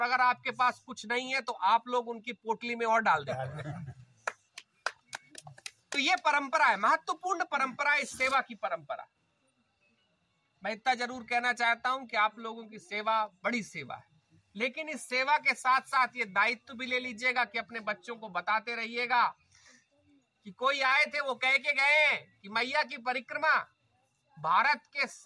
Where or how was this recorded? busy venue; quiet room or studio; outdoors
outdoors